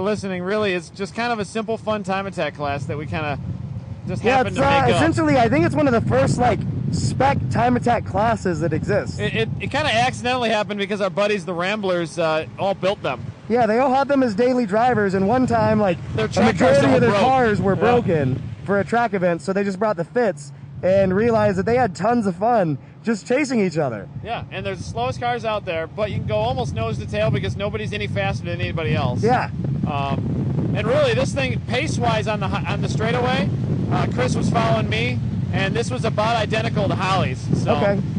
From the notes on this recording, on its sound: Announcing at #GRIDLIFE Track Battle Round 3 at Autobahn Country Club and driving a Spec Fit while at Honda Meet at Gingerman. Holding a mic in one hand and steering with the other.